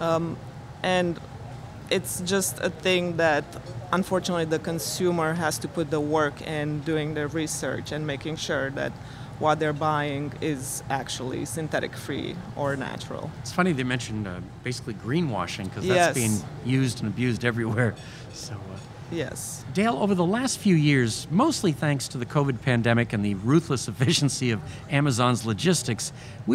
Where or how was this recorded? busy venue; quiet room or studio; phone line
busy venue